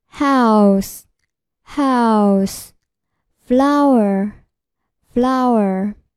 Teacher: Hello，大家好，欢迎来到新帅教育的英语正式课程。这里是 Top 脱口英语语音班，上一节课我们学习了双元音 O。今天呢，我们继续学习双元音。今天我们要学习的双元音是 Ow。它的发音规则，由单元音啊，想当元音，呜，滑动，滑动过程中双唇组件收圆，口型由大到小，舌位由半低到高